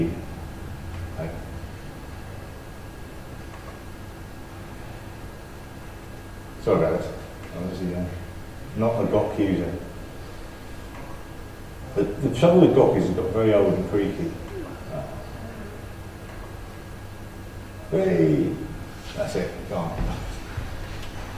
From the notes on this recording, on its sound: Shows recorded at OggCamp11. OggCamp 11 was a two-day unconference where technology enthusiasts came together to exchange knowledge.